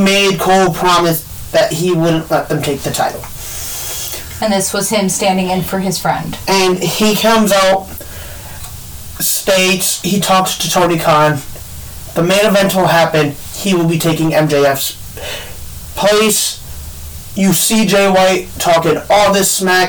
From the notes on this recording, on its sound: Headphone warning as we are still fixing the kinks